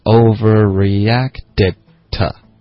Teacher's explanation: You almost over.然后 over 呢我们就有 overreacted.所以 react,之间也别断气，会导致一个 ear 的音 reactOK，然后 reacted 的这个 ted 呢，这个 t 的音会组化成一个的的音 overreactedOK，可是它结尾的这个的的音呢就会省略，因为它连到一个 t 的音，所以 overreacted to 就发成 overreacted toOverreacted.对,overreacted.然后这个 to 的这个字它就弱读成 t 了